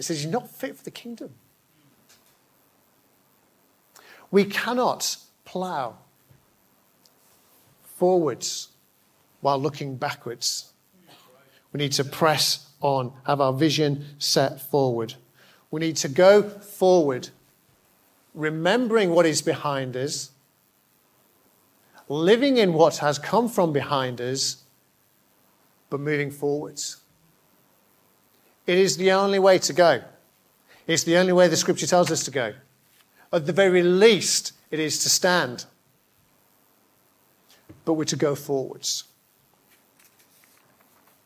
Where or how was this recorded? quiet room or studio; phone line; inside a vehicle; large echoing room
large echoing room